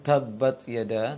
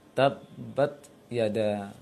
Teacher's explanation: ketika ta berharokat jangan terlalu banyak anginnya, bahkan bisa dikatakan tidak jelas anginnya. · Shown in: second take